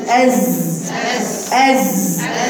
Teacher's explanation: نفس المخرج، لسانك تحت عند صفحة الأسنان الايه السفلى، لسانك تحت عند صفحة الثنايا السفلى وتزني أز. واشفطي الهواء لجوه عشان ما تطلعيش هواء. · Term: ازيز